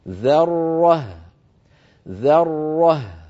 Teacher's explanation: وأيضا بعد انتهائنا من الراء المشددة لا نترك فمنا أيضا مفتوحا هكذا، فنقول مثلا ذرة فتخرج الهاء حينئذ مفخمة، وهذا أمر لا تفعله العرب ولم يقل لنا في قراءة القرآن. لابد من ترقيق الذال والهاء وتبيين الراء المفخمة بينهما